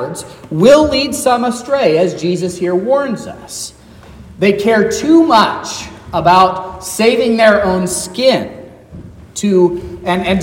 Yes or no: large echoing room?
yes